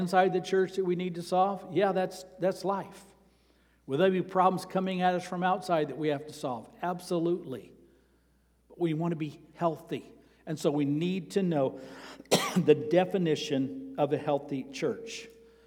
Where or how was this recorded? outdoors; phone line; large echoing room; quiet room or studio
large echoing room